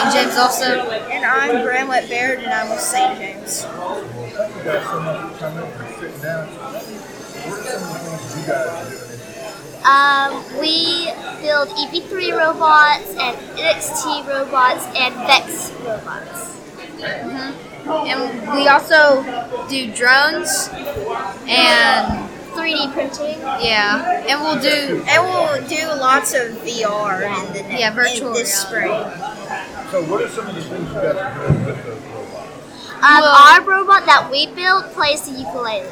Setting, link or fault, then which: setting, busy venue